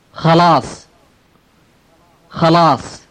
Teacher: Notice that it ends in the emphatic sound sa.